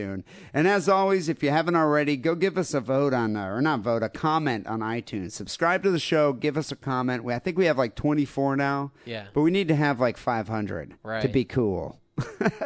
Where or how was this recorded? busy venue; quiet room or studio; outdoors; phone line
phone line